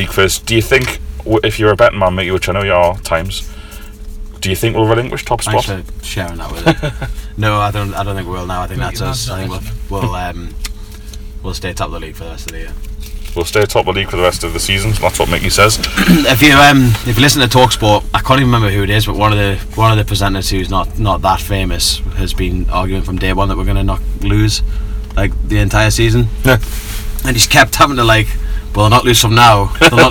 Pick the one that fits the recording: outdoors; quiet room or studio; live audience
outdoors